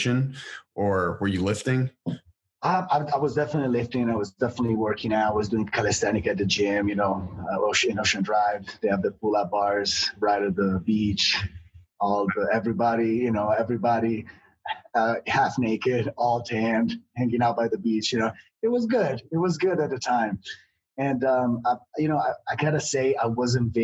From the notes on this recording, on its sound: Sat down on Zoom.